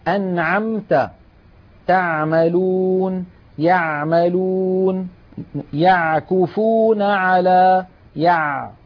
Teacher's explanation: العين الفصيحة أعمق إلى تحت أكثر. أنعمت، تعملون، يعملون، يعكفون على، يع، عميقة أكثر من العين التي نعتاد في العاميات على الاتيان بها.